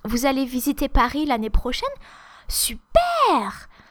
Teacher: So the person is really thrilled, and it becomes all shrieking, the intonation is rising